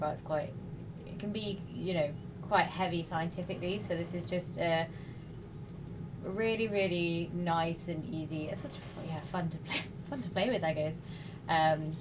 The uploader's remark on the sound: For the first time in history, a podcast was recorded in the middle of the Atlantic Ocean! We're taking you aboard the R/V Celtic Explorer to meet the crew of the PoRo-CLIM Expedition.